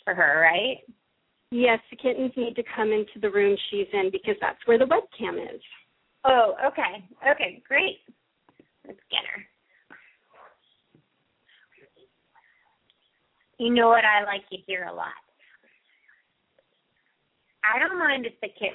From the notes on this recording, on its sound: open up the lines for listeners to call